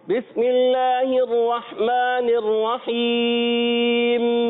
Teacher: मीम को हिलाना नहीं है क्योंकि मीम में कलकला हो जाएगा